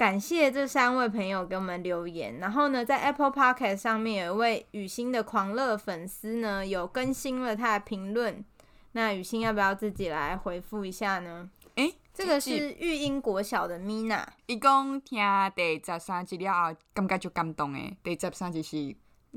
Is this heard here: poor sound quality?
no